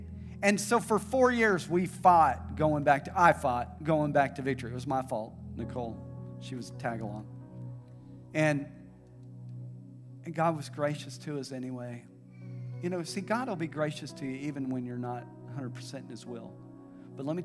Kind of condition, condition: setting, large echoing room